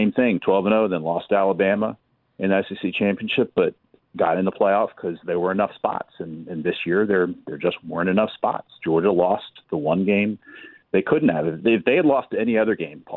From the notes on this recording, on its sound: more of your phone calls